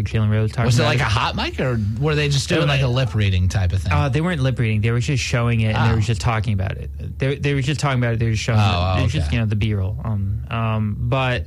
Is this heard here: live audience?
no